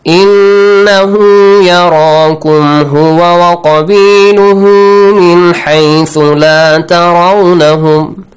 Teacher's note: Extend the ha sound. It's called إِشْبَاعُ. إشباع الضمير هاء.